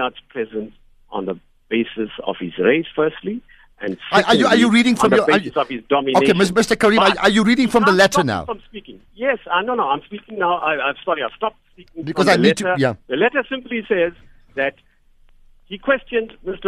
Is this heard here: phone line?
yes